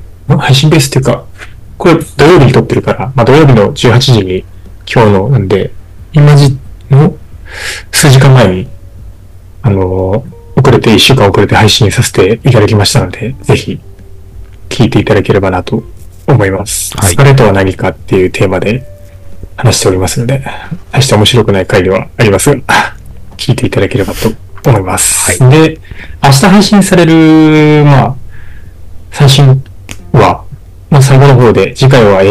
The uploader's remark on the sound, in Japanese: 設定ミスって軍事無線みたいな音質になってます